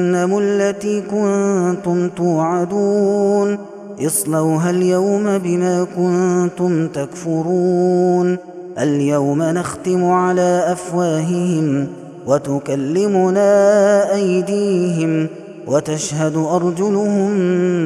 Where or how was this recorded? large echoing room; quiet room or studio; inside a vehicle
large echoing room